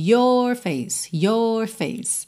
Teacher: Ele não enrola muito your face, mas ele também não faz aquela pronúncia tipicamente britânica, your face, que você não tem assim nenhum resquício, nem um vestígio do R enroladinho.